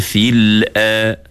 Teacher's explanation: Itu huruf hamzah salah. Sepatutnya huruf hamzah tu kena nipih dulu. kita kena baca fil a.